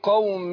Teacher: فهنا ايه لما اقول ايه قوم نون التنوين دي جه بعدها ايه الباء فبنقلب النون التنوين دي ايه ميم، فاقول ايه قوم يبقى منطق ميم مخفاه مع الغنة حركتين مع انفراج يسير في الايه في الشفتين او القوم قوم كده صح.